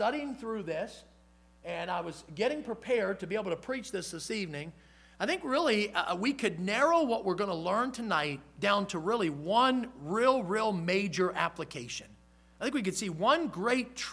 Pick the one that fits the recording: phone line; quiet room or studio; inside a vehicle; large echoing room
large echoing room